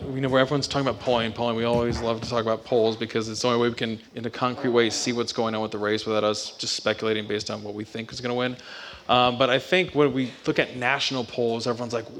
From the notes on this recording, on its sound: Live From Clemson. Recorded live at Kite Hill Brewing Co. In Clemson, SC.